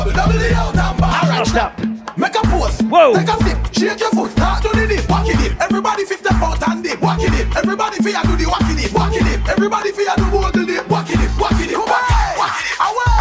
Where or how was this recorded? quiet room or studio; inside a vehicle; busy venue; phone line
busy venue